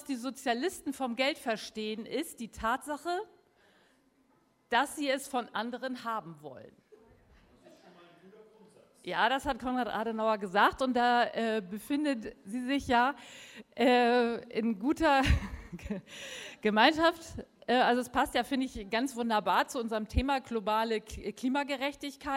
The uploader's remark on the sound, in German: Drittes Panel der Konferenz «Auf der Flucht vor humanitären Krisen». Berlin.